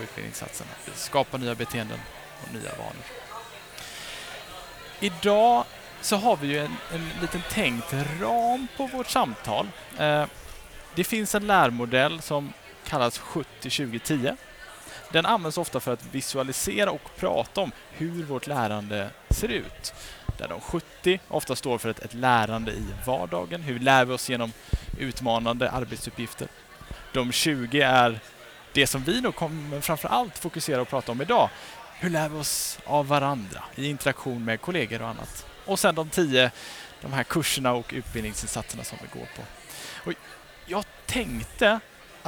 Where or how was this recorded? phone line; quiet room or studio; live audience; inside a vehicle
live audience